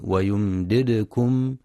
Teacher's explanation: ينتبه القارئ في كلمة ويمددكم لسكون الدال الثانية وقلقلتها، فلا يقرأ ويمددكم بضم الدال، وينتبه لإدغام اللام مع اللام في ويجعل لكم، فلا يقرأ ويجعل لكم.